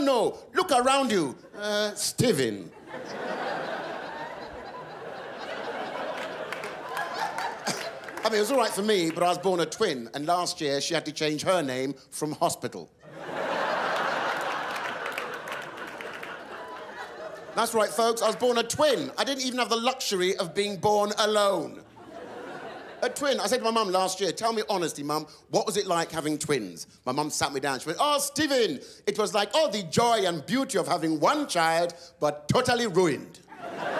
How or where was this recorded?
live audience